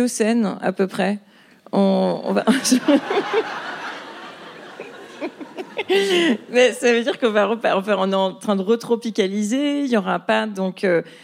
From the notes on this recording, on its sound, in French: Captation réalisée au théâtre de l'Européen.